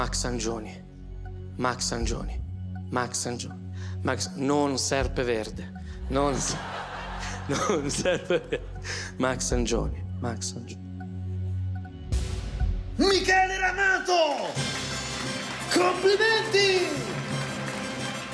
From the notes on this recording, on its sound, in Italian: Registrato al Teatro Manzoni di Milano